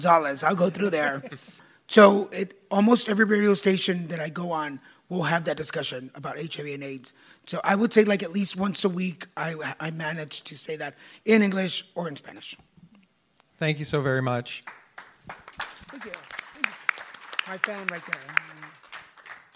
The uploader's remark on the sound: live recording of the Psych Central Show at HealtheVoices 2018